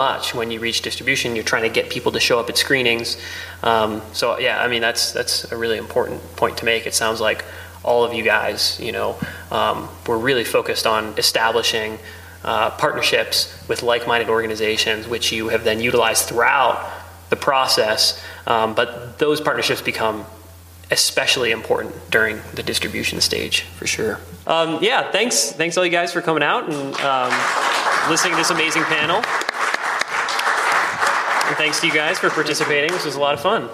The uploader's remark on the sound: a panel discussion that I moderated at this year’s International Wildlife Film Festival (IWFF) in Missoula, Montana!